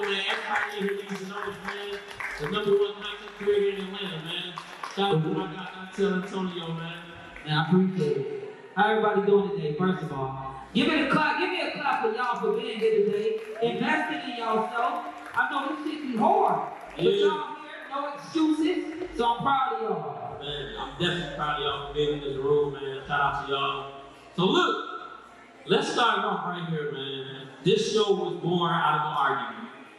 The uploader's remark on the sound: first ever LIVE show during Indie Fest in Atlanta Ga.